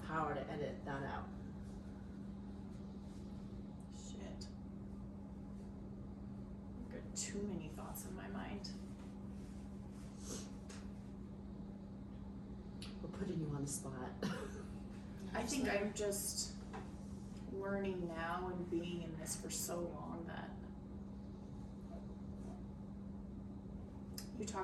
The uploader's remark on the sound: unedited, raw, just us and an iPhone.